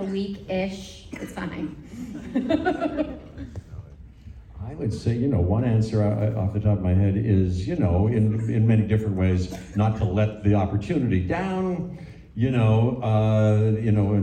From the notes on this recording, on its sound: we hear the NYC IMAX Q&A